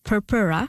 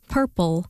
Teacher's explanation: the second R sound in Latin purpura changed to an L sound, English purple, due to a process called dissimilation, where nearby similar sounds differentiate over time to aid in pronunciation.